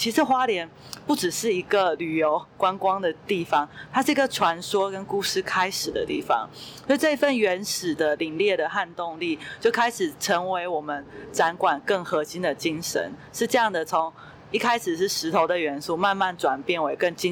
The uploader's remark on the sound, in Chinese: 直擊文博會現場！講到一半展場竟然打雷？也可以感受一下每個場館的環境音！